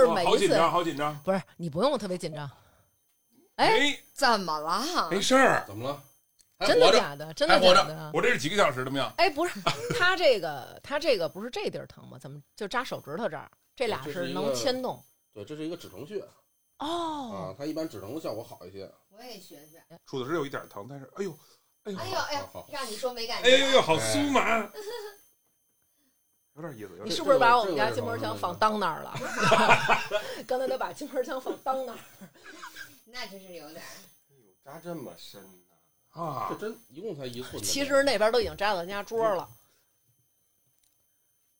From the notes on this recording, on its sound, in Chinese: 针灸大夫给录音设备扎坏了。设备上也出现了问题，会有一些杂音。